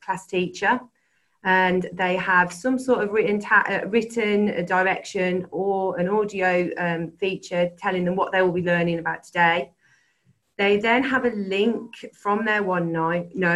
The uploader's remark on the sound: This is a recording of a 20-minute webinar